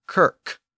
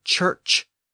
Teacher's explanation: the K sound became a CH sound when it appeared before a front vowel. So we have the modern word church with a CH sound at the beginning and the end.